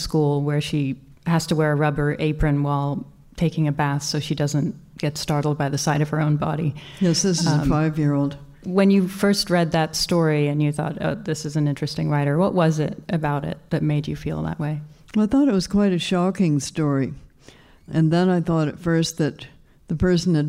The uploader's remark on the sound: This is the first episode of the New Yorker Fiction Podcast to be recorded in front of a live audience. It was taped at the Hot Docs podcast festival, in Toronto.